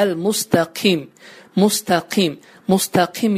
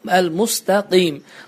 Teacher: Növbəti xətamız qaf hərfinin kəf səsi ilə əvəz etməmizdir və bəzən biz qaf hərfini kəf hərfinə əvəz edirik və deyirik əl-müstəqim, müstəqim, müstəqim yox, əl-müstəqim. Qaf hərfi daha qalın bir şəkildə tələffüz olunmaqdadır. · Shown in: second take